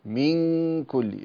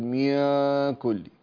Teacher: إلصق أقصى اللسان في مخرج الكاف عند الإخفاء · Shown in: first take · من كل، لا تقل ميا كل.